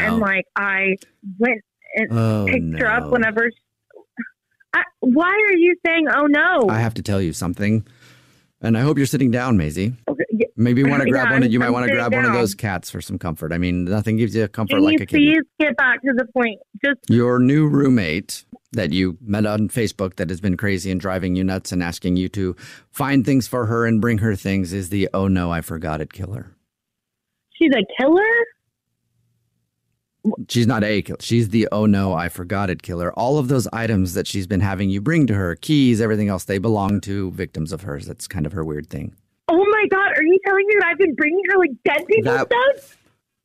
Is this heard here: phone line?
yes